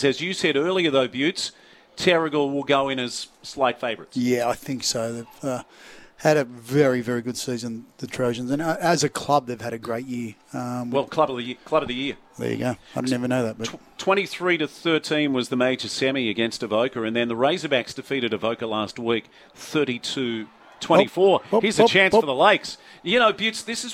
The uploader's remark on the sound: Live from Central Coast Stadium for the local Rugby Grand Finals including the presidents cup.